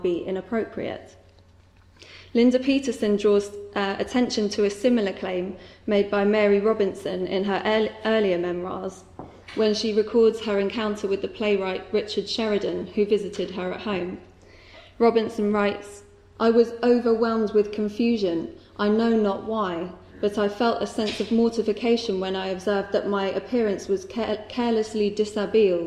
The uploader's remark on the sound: Recorded at the 'Silence in the Archives' conference hosted by the Oxford Centre of Life-Writing at Wolfson College, Oxford on 7 November 2015. This podcast is one of ten podcasts recorded at the 'Silence in the Archives' conference hosted by the Oxford Centre of Life-Writing at Wolfson College, Oxford. Were delivered as part of Panel 3a.